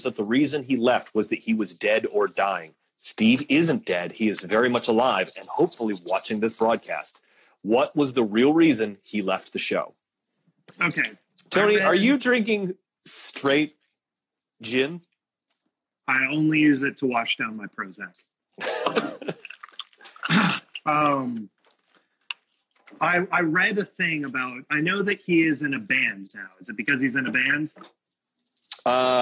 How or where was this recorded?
video call